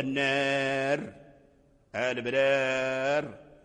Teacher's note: إذا وصلنا مثلا الناري والشراري والبراري وصلناها، فالكسر ظاهر، لكن لو وقفنا على النار فنقول النار البرار، يعني لم يبقى الكسر هنا، الكسر ذهب في الوقف، فرجع الراء ساكنا، الراء رجع ساكنا في الوقف، لأن الكلمة الموقوف عليها إذا لم يكن تنوينها نصبا فنقف عليها بالسكون.